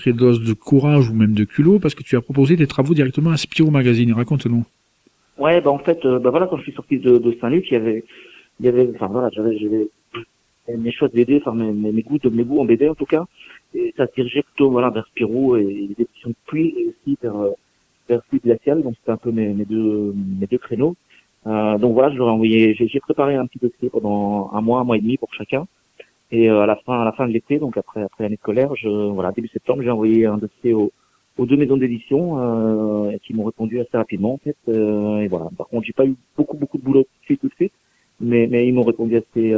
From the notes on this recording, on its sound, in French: reçoit par téléphone